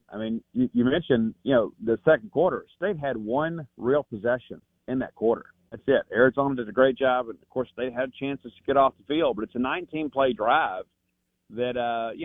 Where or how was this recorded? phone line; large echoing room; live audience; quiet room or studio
phone line